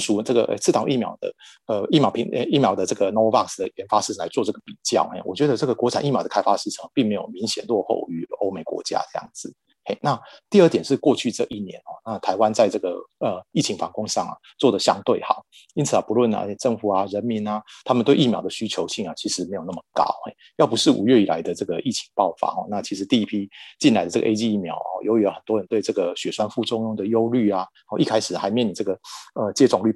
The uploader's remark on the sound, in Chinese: 本集節目採用 Zoom 遠端錄音，非專業設備，錄音品質欠佳敬請見諒！